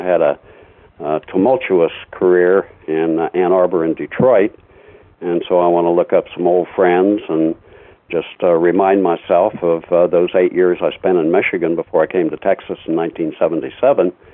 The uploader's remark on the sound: Apologies for the phone sound quality.